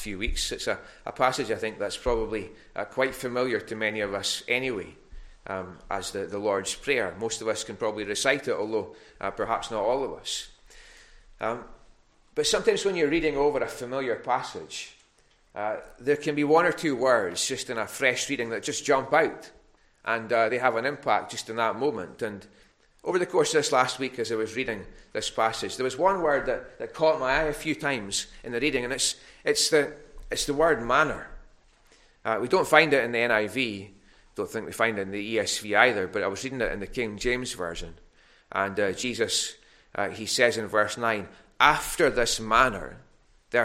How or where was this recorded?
large echoing room